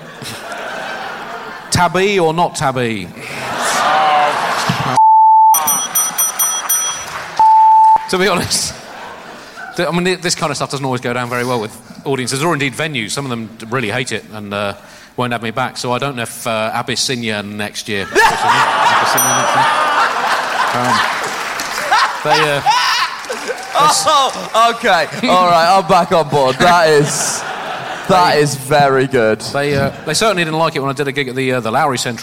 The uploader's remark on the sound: Recorded 'live' in Edinburgh.